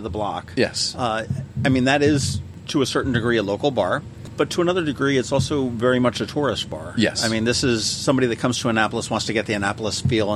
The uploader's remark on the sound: Today, we sit down outside of Davis' Pub.